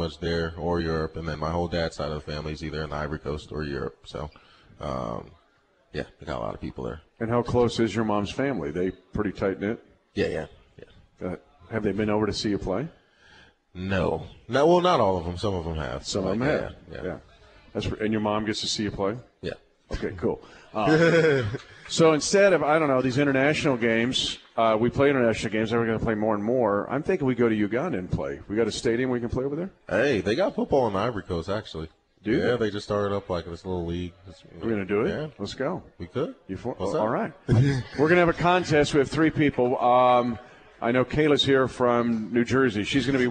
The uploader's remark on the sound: LIVE from Hy-Vee